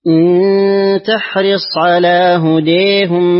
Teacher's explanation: لخلف بالإمالة الكبرى في هديهم